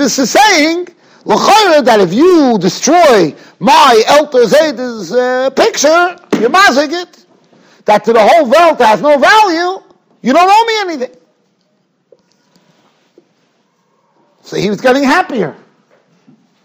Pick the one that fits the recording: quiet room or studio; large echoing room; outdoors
large echoing room